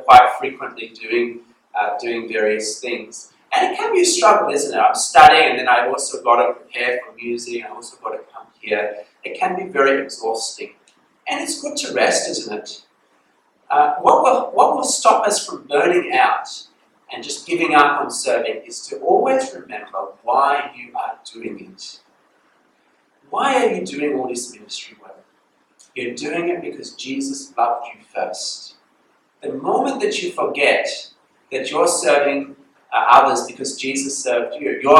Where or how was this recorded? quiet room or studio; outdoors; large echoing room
large echoing room